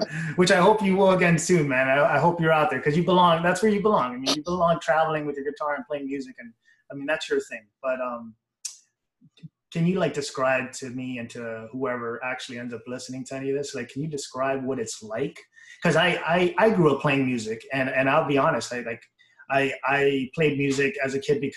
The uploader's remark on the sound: via Zoom